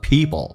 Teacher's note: P 跟 L 在一起，美式发音经常有一些浊化现象，趋向于发 B 跟 L，叫做 people。所以如果有人说 people，你要能听懂。下面一个 arelike，红色字体在这句话当中属于非实义词汇，那么用降调来发，一闪而过，二有弱化现象，直接发成二，嘴巴打开一点点，舌头卷一下，而 like 也没有像以前那么字正腔圆，用后部的口腔说一下 like，而 like，所以点一下 people are like teabags。那么人生就好像茶叶袋一样，茶包一样，所以你看一下，这完全是不一样的。